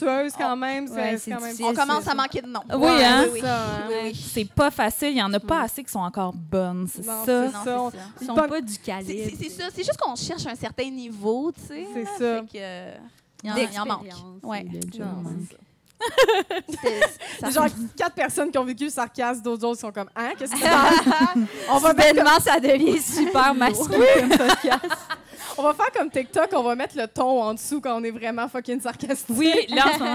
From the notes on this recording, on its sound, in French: Enregistré devant public au Café Tuyo à Montréal.